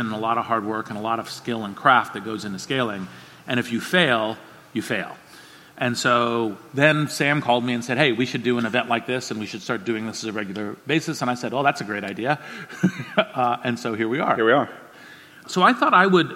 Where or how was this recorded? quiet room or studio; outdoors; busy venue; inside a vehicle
busy venue